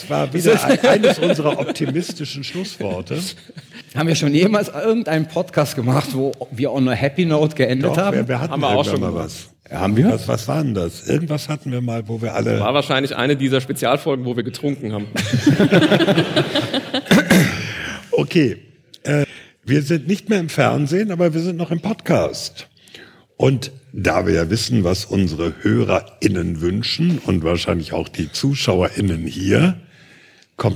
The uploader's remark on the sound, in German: live in Berlin vor über 700 ZuschauerInnen in der Akademie der Künste